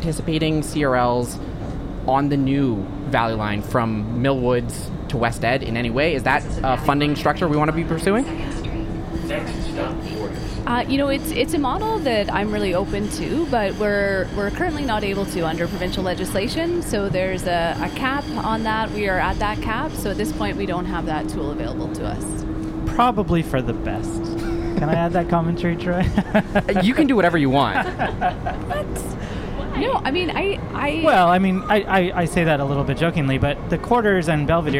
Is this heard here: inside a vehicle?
yes